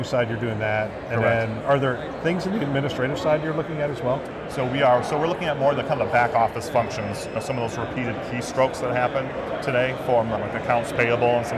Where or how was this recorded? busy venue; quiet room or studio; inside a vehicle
busy venue